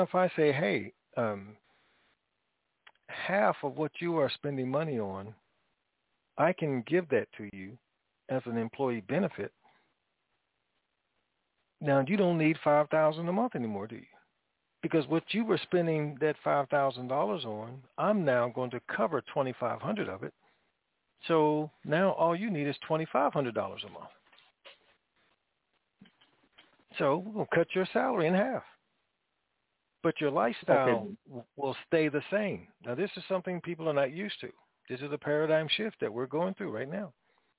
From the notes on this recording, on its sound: TNTSuperfantastic Conference Call